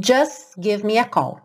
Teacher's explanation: Você ouve o S e depois já vai direto pro give me a call.